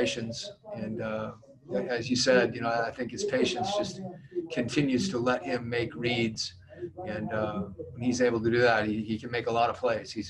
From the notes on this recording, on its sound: Addressed the media via Zoom conference. In Orlando.